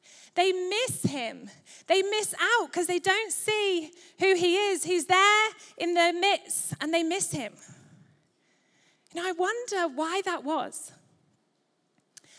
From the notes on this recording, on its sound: Recorded live at Life Church Lancashire